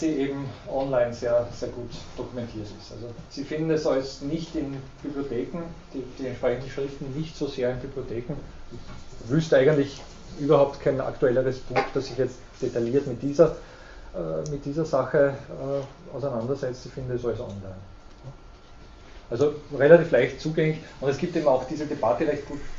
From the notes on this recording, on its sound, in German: Diese Vorlesung wurde von Studierenden aufgenommen